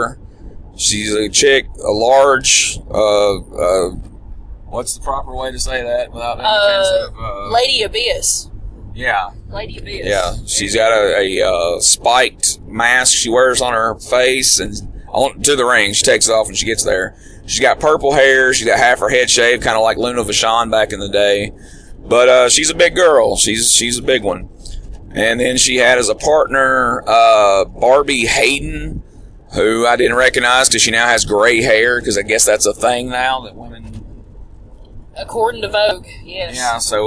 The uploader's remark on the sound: WrestleCade 2015 in Winston-Salem, North Carolina while driving back from the event.